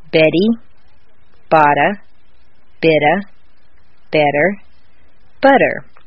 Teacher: In the sentence, Betty bought a bit of better butter, all of the T's are in weak positions, so they all sound like soft D's